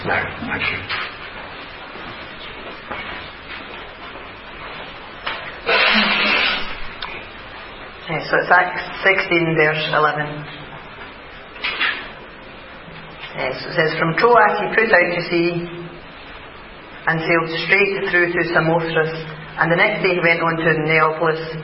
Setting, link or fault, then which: setting, large echoing room